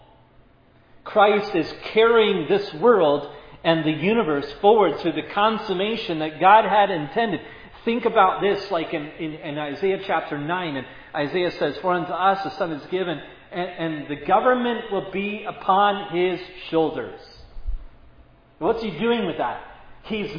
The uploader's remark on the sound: Was preached at Providence Church.